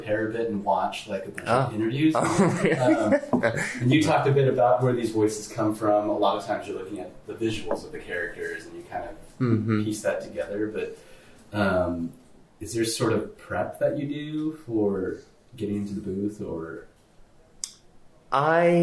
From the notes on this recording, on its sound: Tonkocast is a total DIY operation recorded with non-professional equipment. Excuse our home made quality everyone!